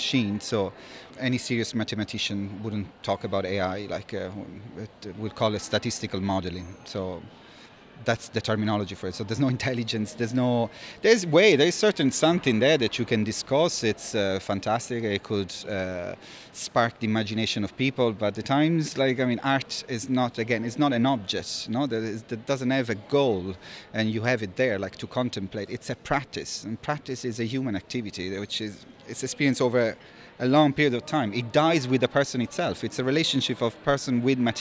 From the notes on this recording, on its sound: a conversation recorded in early February 2020 at the University of Limerick during the International Conference on Live Coding